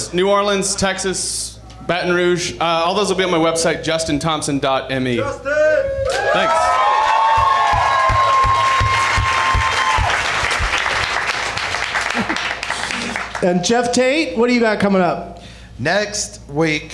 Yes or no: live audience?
yes